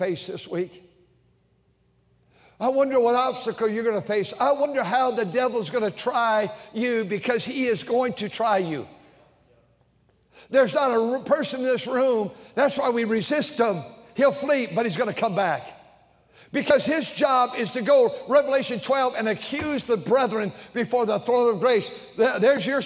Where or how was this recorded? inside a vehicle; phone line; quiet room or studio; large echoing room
large echoing room